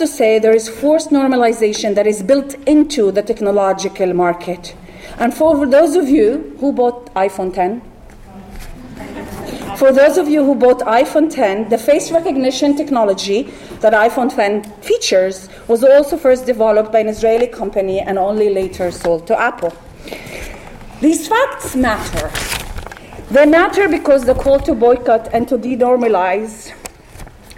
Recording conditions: live audience